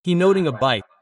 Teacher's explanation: The T in not is barely pronounced.